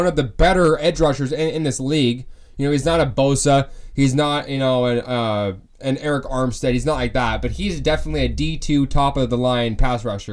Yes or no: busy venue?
no